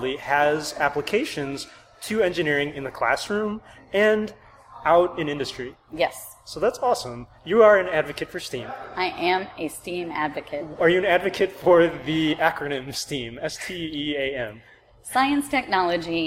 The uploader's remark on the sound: This episode was recorded in a market in Austin, TX, so there is some background noise.